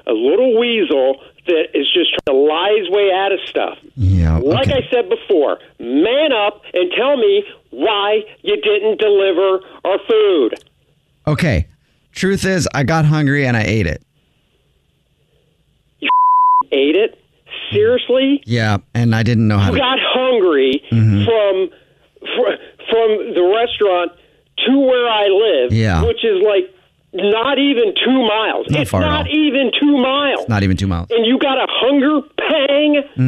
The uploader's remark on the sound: Phone Prank